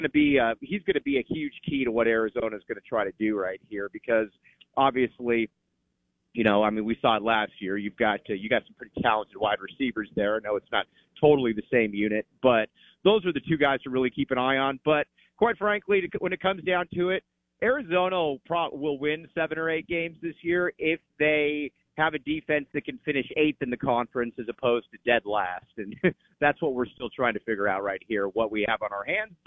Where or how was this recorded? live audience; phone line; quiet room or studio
phone line